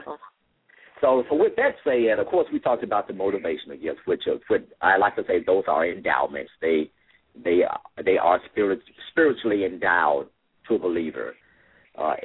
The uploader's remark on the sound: LML uses a progressive live call in format.